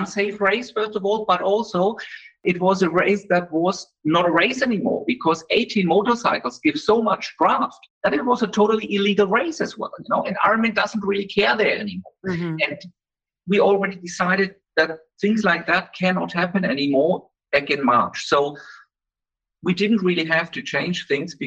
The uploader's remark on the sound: I’d like to apologise for the audio quality of this episode as we faced some technical issues when connecting with him virtually for the interview.